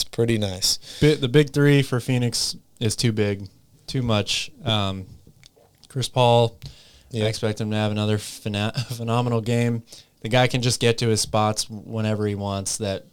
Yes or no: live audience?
no